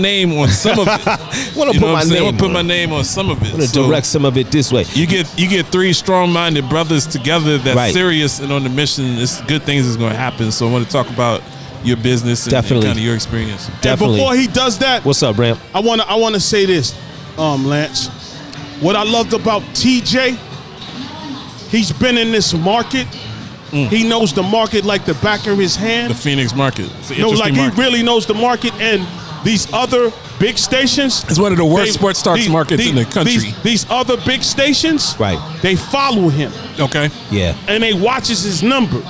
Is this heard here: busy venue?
yes